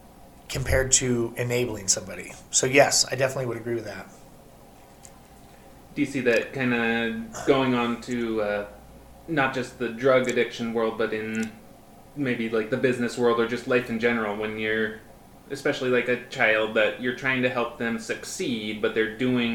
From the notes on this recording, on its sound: Sorry about the audio on this one, something was funky with my microphone/recording software